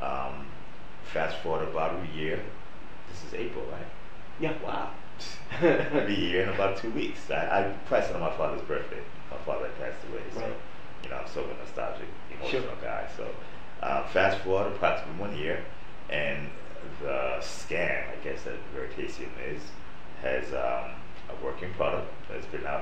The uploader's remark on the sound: In the Veritaseum office. Apologies for the poor sound. This was due to technical difficulties.